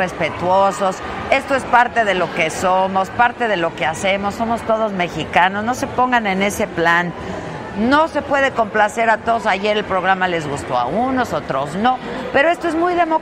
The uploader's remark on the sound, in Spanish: Transmisión Especial Desde Morelia Mich. En La 5ta Feria Nacional De Pueblos Mágicos. Se trasmitió en vivo desde Morelia, en la Expo Pueblos Mágicos.